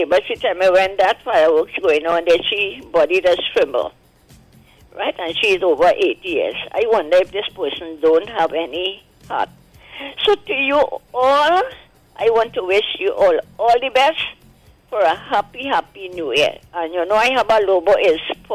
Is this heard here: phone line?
yes